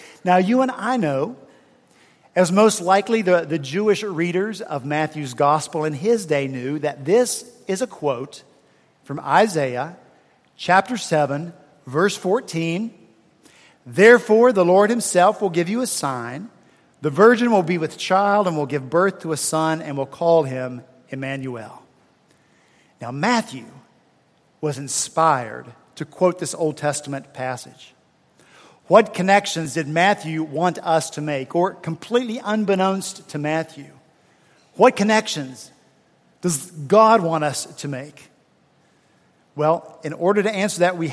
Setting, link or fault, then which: setting, large echoing room